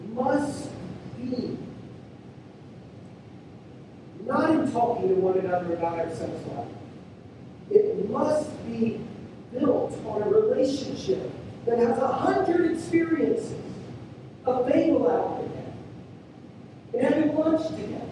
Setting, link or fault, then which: fault, poor sound quality